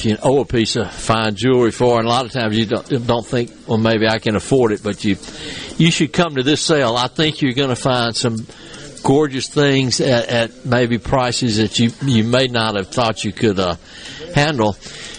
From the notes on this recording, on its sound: MidDays is LIVE from Carter Jewelers on High Street in Downtown Jackson as folks get their last minute Christmas shopping done